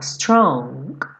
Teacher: Tem um acabamento muito leve desse G no final.